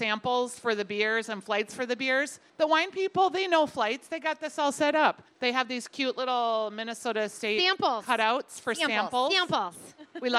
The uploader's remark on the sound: Second Helpings: Talking Wine Live from the KSTP Stage at the Minnesota State Fair.